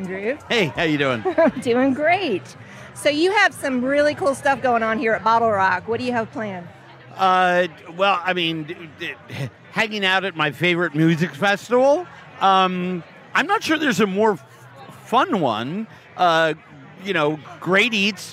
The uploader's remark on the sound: This episode was recorded live at BottleRock , held in Napa Valley, CA this past Memorial Day weekend.